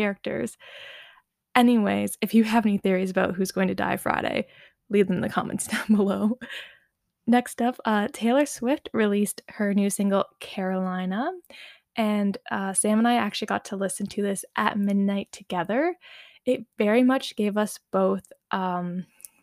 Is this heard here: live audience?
no